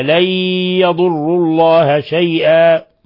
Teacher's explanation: نون ساكنة جاء بعدها الياء إضغام بغنة